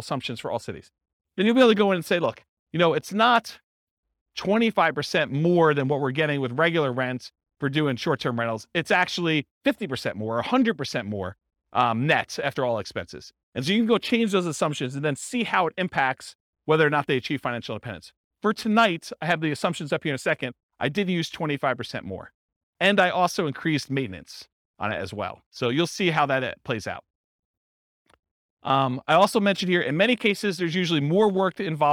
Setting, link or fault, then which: setting, live audience